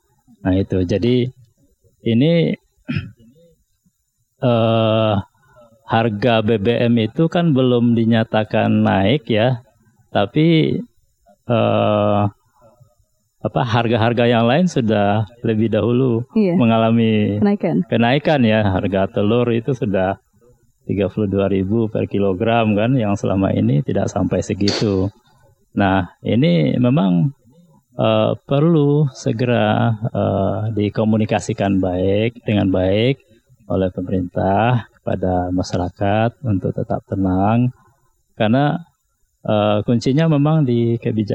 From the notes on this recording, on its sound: Live Outdoor Broadcast Radio Classy FM